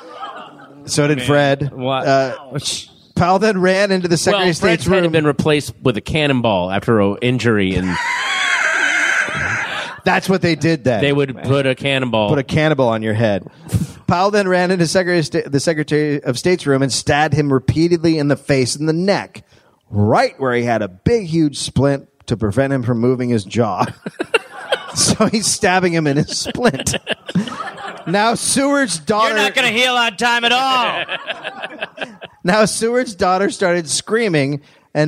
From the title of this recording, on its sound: Live